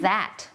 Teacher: จะเป็นเสียง voicedเนี่ยแปลว่าเส้นเสียงของเราเนี่ยมันจะสั่น